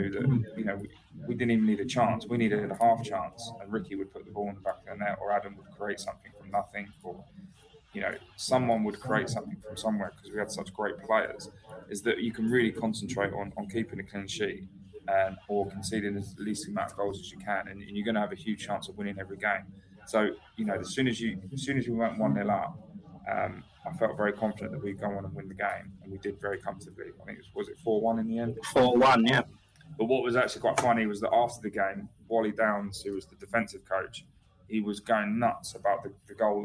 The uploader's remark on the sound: This episode's audio is poor and not to our usual standards